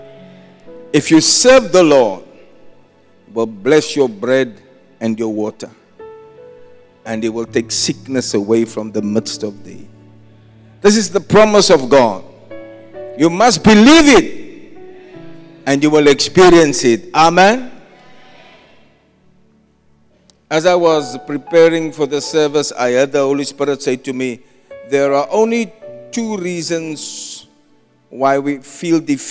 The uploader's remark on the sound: Preached at Zion Sanctuary, Cape Town on the 7th January 2024